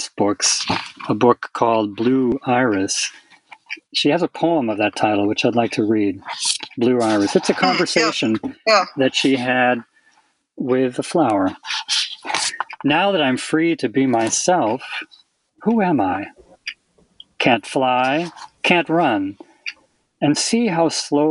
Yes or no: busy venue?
no